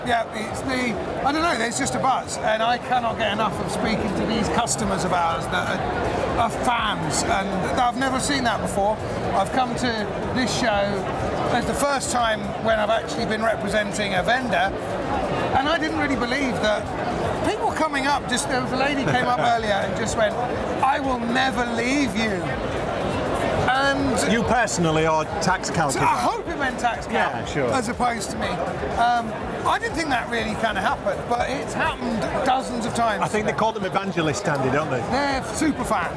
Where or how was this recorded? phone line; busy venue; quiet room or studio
busy venue